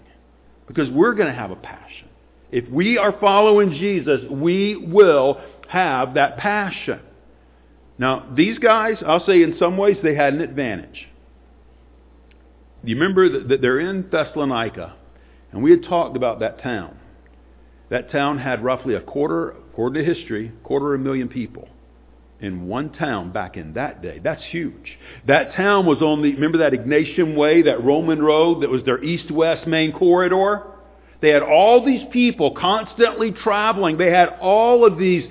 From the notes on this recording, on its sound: Sunday morning sermon